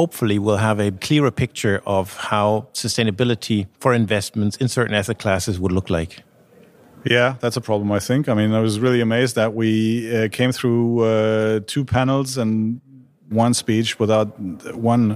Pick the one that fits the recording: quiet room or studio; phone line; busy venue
busy venue